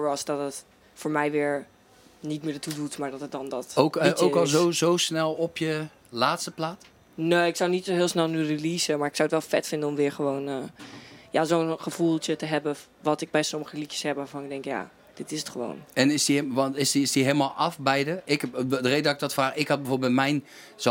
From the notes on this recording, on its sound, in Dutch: in de Kleinste Kroeg van Nederland die backstage verstopt staat bij De Vrienden van Amstel LIVE